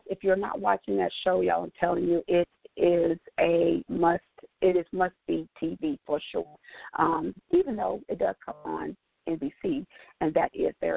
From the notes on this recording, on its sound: your phone calls, comments, questions